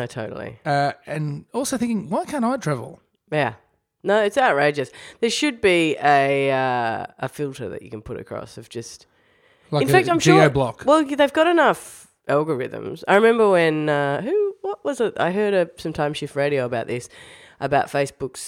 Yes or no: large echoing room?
no